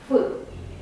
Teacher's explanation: Nici măcar nu este oclusivă. Este o fricativă labio dentală.